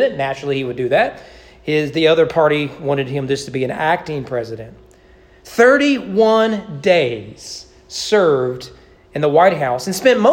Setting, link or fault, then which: setting, large echoing room